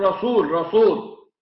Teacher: محمدا رسول باعتبار التنوين وبعد راء من الإدغام الكامل بغير غنة، وتقول رسول بالسين على ما فيها من ترقيق وهمس وصفير